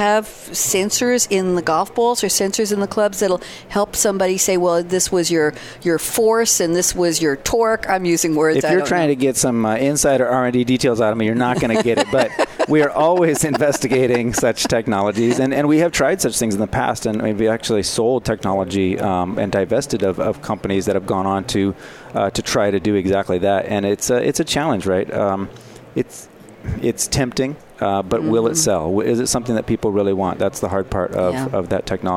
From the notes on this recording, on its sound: Live from Sap Sapphire Now 2017.